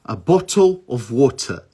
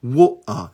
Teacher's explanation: Mas existem algumas variações do sotaque britânico que eles usam o que a gente chama de glottal T. Ao invés de pronunciar o T, eles fazem uma pausa · Shown in: second take